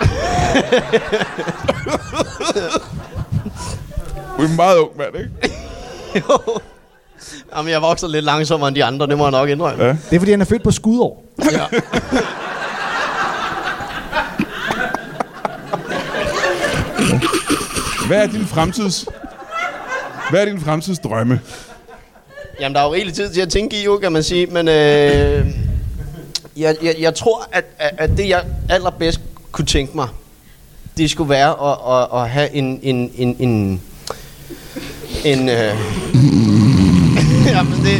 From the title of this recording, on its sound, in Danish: LIVE fra Rib House i Slagelse